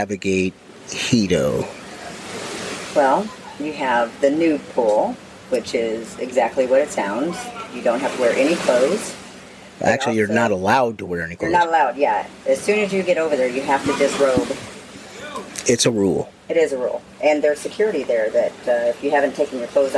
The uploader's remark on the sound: LIVE from Hedo 2023! Take you on an exciting journey from the heart of Hedonism 2! As they explore the lively piano bar and take in the enchanting atmosphere.